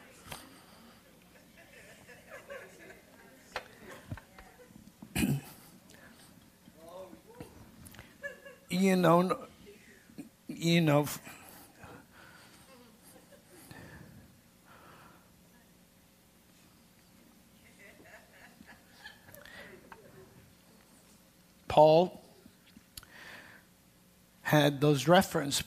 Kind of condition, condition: setting, large echoing room